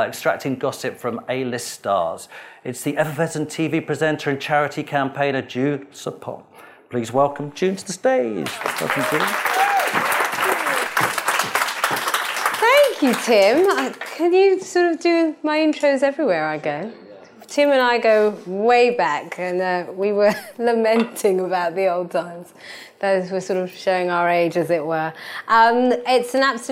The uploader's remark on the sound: In this event organised by the Edinburgh International Television Festival.